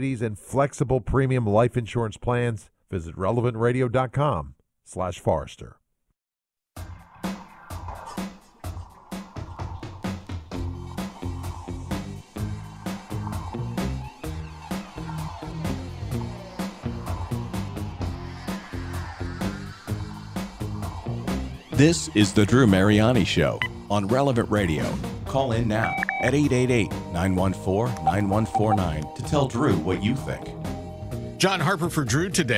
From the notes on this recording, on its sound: Listeners call in to share their conversion stories.